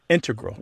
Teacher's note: the mathematicians and math-using scientists are more likely to say integral with the stress on the first syllable